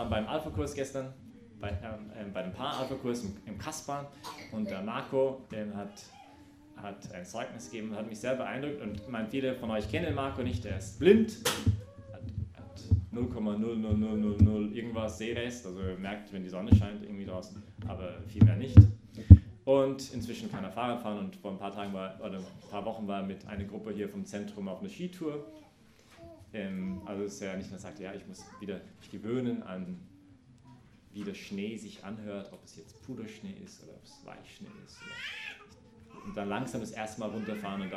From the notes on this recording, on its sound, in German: Dies ist die Predigt von der Messe am Sonntag, den 22. Im Zentrum Johannes Paul II.